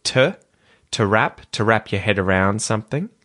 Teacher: To at the start gets de-emphasized and we use a schwa vowel sound instead of the oo vowel sound. So, we say to wrap your head around something.